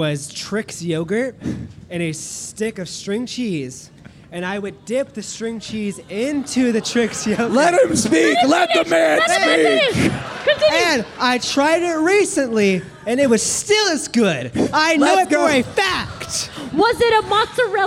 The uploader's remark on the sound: LIVE FROM MYTHICON. Live at Mythicon.